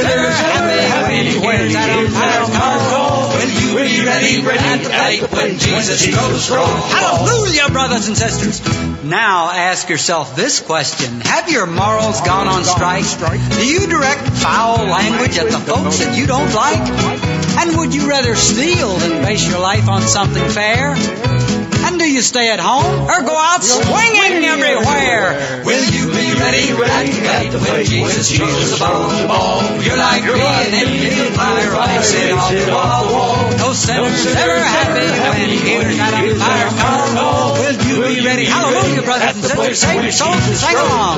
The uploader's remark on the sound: We're coming from you live on Stowe Street to celebrate our 90th anniversary!